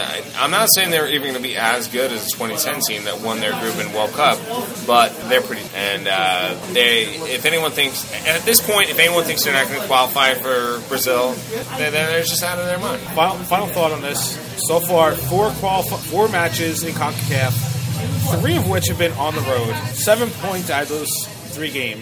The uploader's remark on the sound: Outside of Darby Road Public House &#38; Restaurant. Outside of Darby Road Public House & Restaurant.